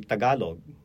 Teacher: There's a very slight aspiration of the T.